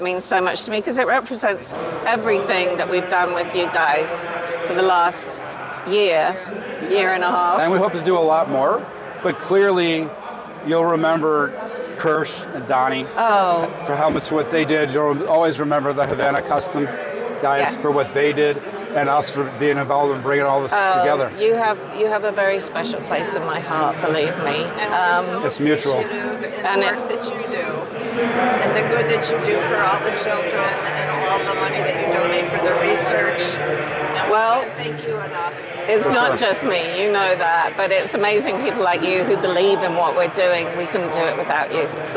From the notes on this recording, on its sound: live at the Mecum Motorcycle Auction in Las Vegas, Nevada